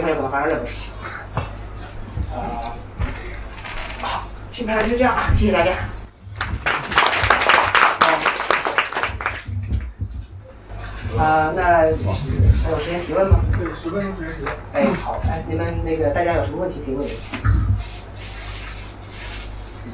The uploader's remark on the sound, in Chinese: 七月初，《选·美》在北京举行了一场线下活动。录音由观众提供，品质不佳，见谅。